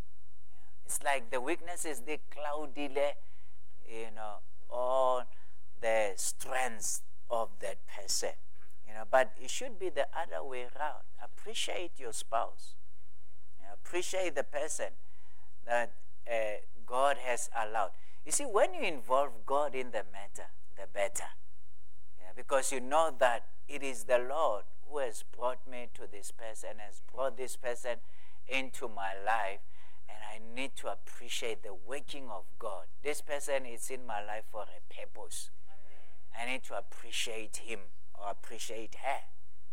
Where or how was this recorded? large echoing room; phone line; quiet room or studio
large echoing room